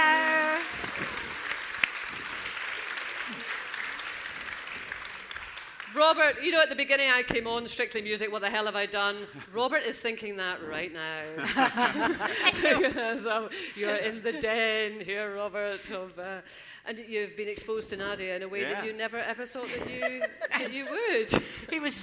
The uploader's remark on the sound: Live at the Edinburgh Fringe. This week at the first ever Live podcast recording.